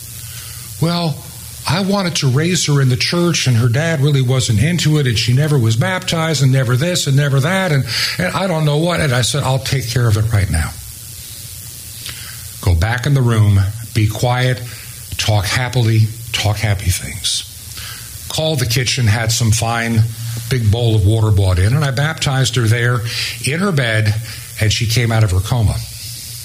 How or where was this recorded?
large echoing room